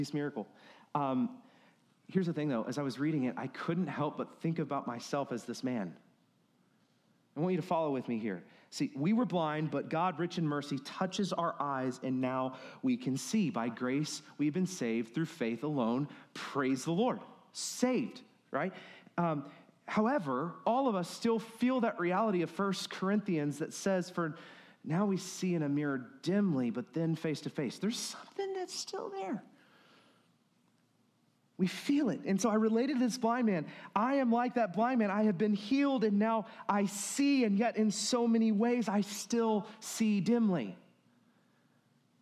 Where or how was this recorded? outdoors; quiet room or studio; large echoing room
large echoing room